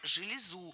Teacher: Правильно – железу. Ударение на окончание. И оно сохраняется во всех формах единственного числа. Железа, железу, железой, железе.